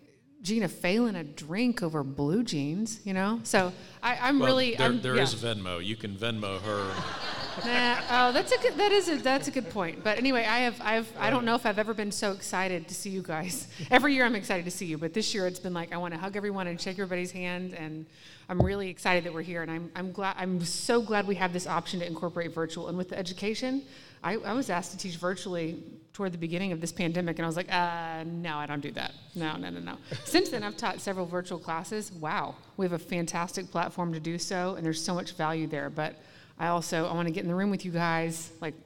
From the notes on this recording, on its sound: LIVE! From the 67th Annual IRWA International Conference. LIVE from the 67th Annual International Conference in San Antonio, Texas!